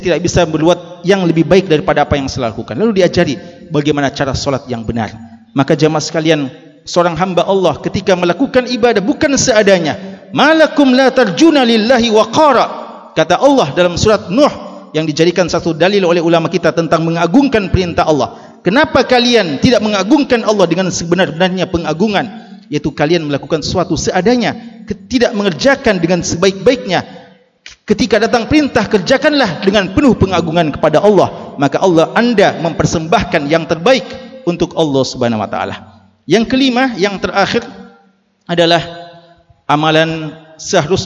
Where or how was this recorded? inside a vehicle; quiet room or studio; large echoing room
large echoing room